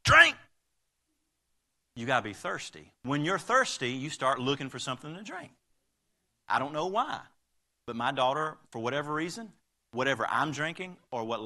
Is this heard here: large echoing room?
yes